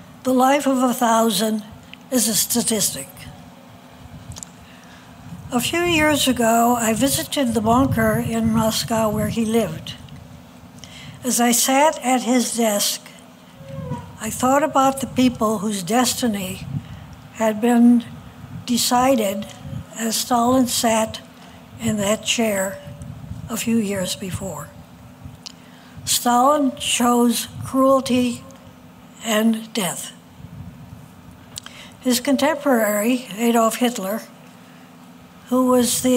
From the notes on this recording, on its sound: Rowan University Commencement Speech. 2023 Commencement Keynote Speech.